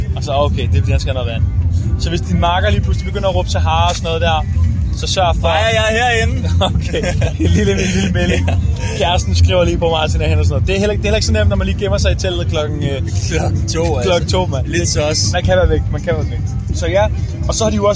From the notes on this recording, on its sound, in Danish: En episode fra hvor det hele startede, nemlig Roskilde festival.